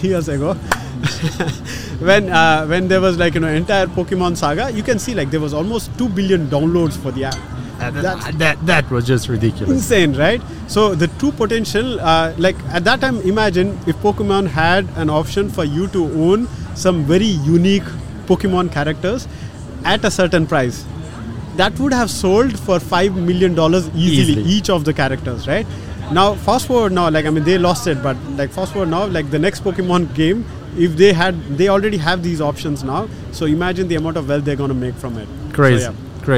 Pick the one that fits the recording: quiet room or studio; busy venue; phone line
busy venue